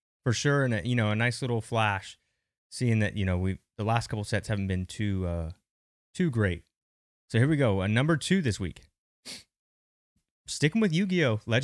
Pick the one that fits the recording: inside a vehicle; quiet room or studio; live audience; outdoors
quiet room or studio